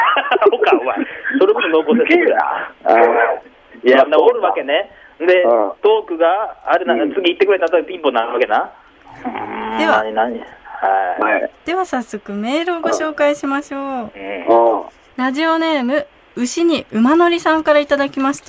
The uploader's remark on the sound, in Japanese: スタジオに不在。電話なのでお聴き苦しい音質かと思いますが、ご了承ください。